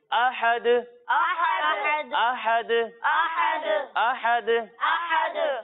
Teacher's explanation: تو جب ہم دال کو ساکن کر دیں گے تو اس کی ادائیگی کرتے وقت آواز لوٹتی ہوئی محسوس ہوگی · Term: حروف کلکلہ